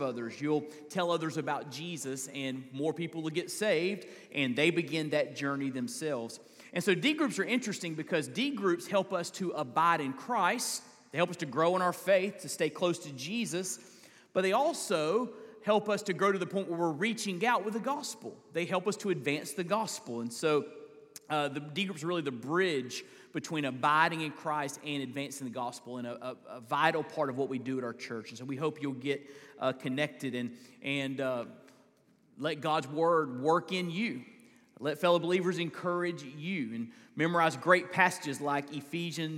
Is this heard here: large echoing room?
yes